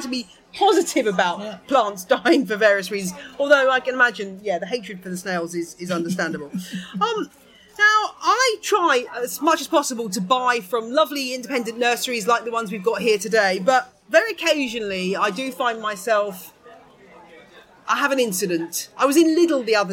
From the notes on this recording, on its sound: A live episode of On The Ledge recorded at the inaugural Cactusworld Live event. Organised by the British Cactus and Succulent Society ( BCSS ).